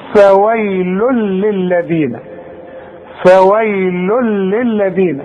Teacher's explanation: ادغام كامل بدون غنة. اذا هنا مش هغن، هقول فويل للذين، فويل للذين، واذا وقفت هقول فويل بسكن.